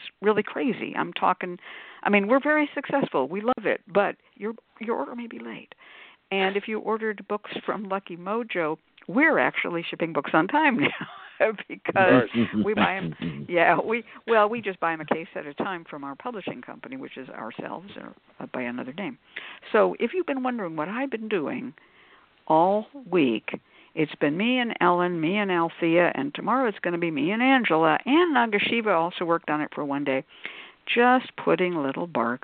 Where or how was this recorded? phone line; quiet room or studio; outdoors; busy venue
phone line